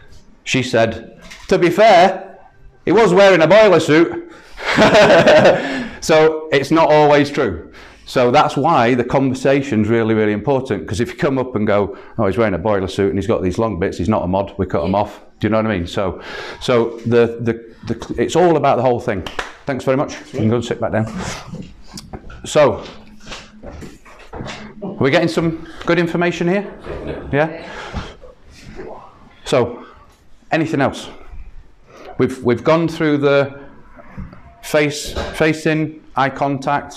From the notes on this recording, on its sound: Recorded at a workshop held at Har Barber